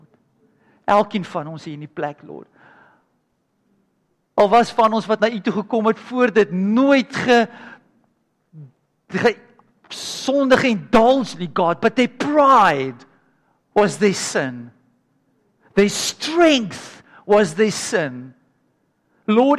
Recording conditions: large echoing room